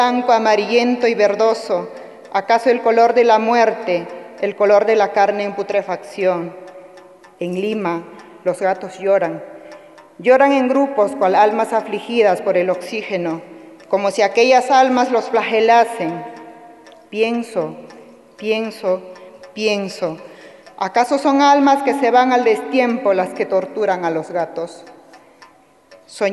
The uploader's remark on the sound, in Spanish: Emitió su palabra en el Festival de Poesía en Lenguas de América Carlos Montemayor, llevado a cabo en la Sala Nezahualcóyotl de la Ciudad de México.